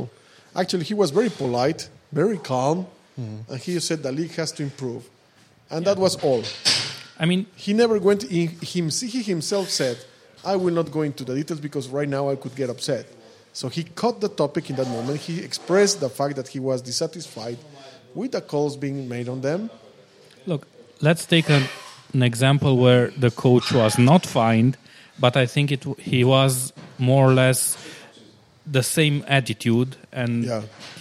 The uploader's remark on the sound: a new episode recorded at Crusaders Gym